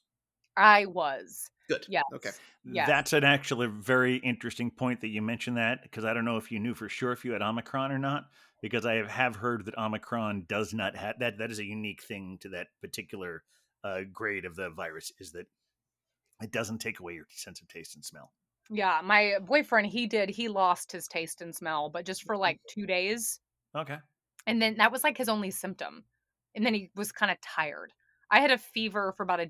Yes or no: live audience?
no